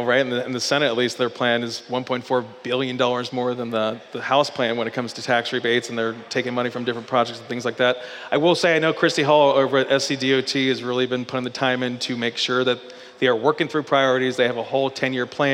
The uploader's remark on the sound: Live from Sumter Original Brewery